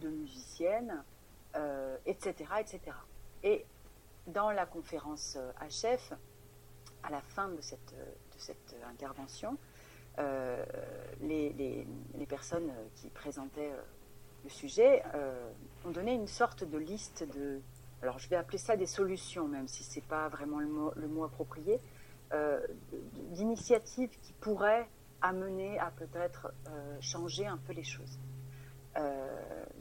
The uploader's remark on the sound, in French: Interview téléphonique